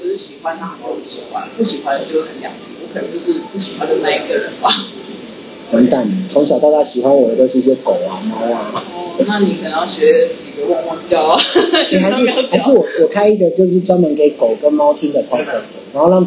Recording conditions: poor sound quality